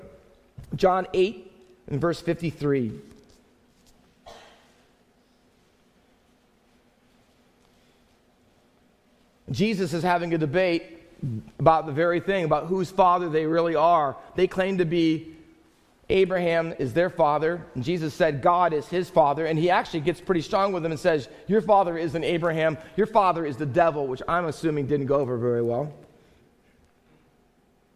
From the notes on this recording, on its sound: Faith Baptist Church in Hamilton, NJ.